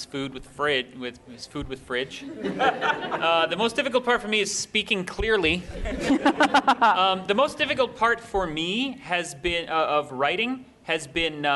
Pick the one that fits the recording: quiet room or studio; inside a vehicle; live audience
live audience